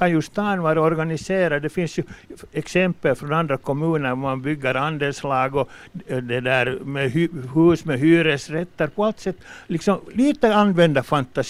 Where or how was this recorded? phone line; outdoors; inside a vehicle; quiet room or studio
outdoors